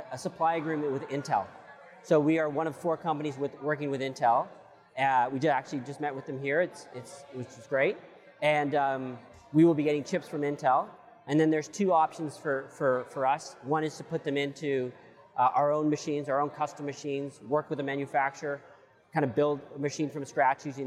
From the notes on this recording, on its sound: We apologize in advance for the echo we had during the recording.